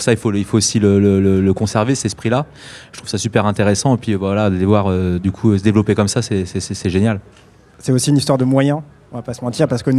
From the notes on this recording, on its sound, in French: Organisé par le label Focus. Enregistré en plein cœur du village du festival.